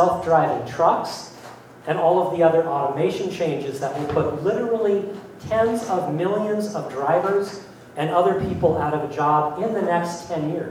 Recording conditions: live audience